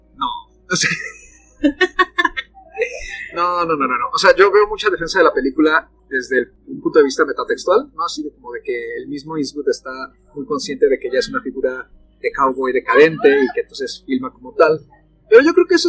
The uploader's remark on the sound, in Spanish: Con anticipadas disculpas por la calidad de audio